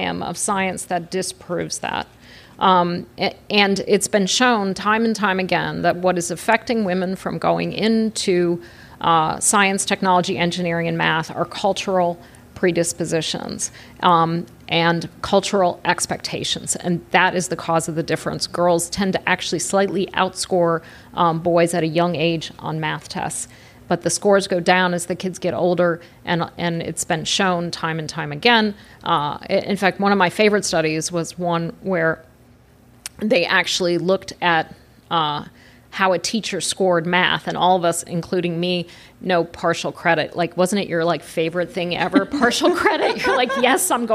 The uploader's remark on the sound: record live from The Hamilton.